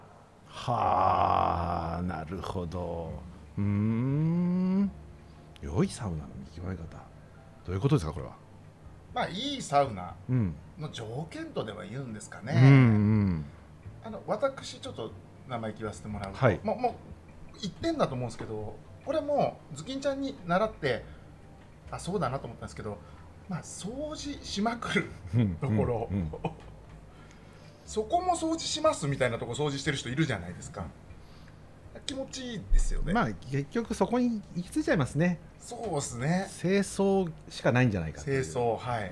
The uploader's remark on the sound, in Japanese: 今回も先週に引き続き、十條湯に併設された喫茶深海での収録。